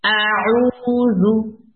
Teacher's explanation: او کو میں دو حرکت کھینچ رہی ہوں، زال کو دو حرکت نہیں کھینچ رہی ہوں، زال پہ جسٹ پیش.